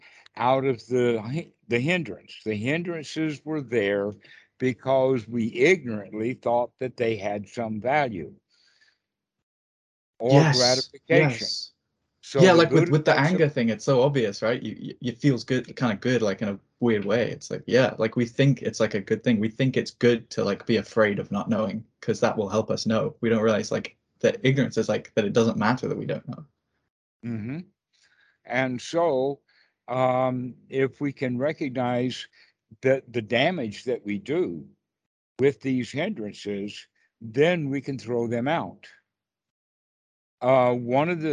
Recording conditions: video call